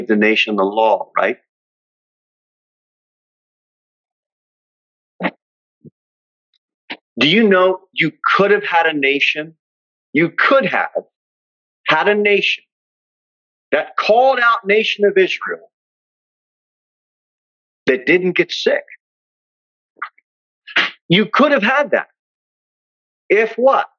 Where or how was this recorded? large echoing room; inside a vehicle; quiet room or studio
large echoing room